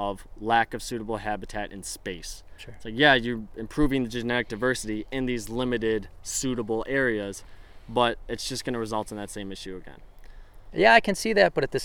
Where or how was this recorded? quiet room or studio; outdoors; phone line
outdoors